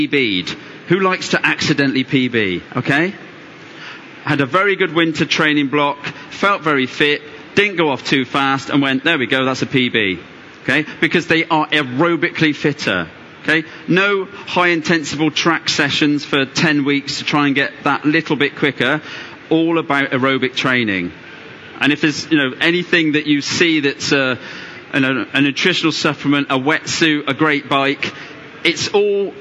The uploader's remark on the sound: Recorded at the London Tri Show